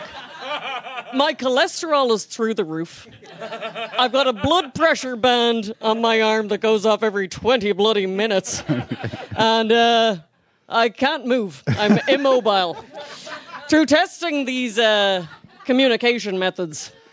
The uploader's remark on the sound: Live at The Tightrope